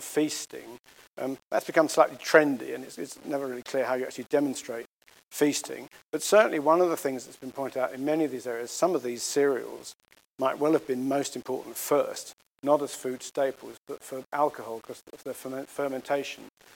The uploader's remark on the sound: The Golson Lecture was delivered at ANU